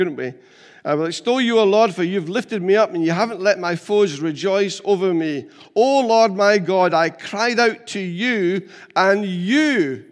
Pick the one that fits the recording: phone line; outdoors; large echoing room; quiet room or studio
large echoing room